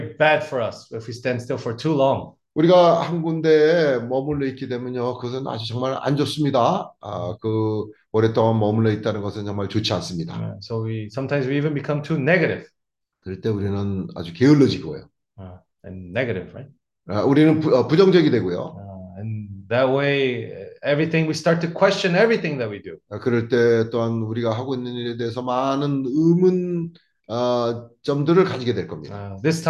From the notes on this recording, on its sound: zoom meeting